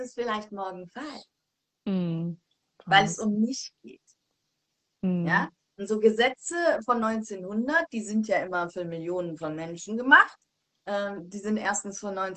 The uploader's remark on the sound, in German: die ich auf live auf Instagram geführt habe